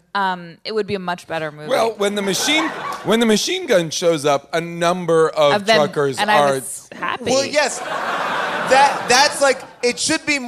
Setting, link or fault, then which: setting, live audience